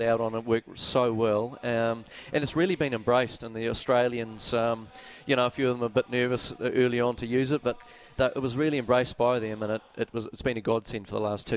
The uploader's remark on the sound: A 2-hour special live from Karaka.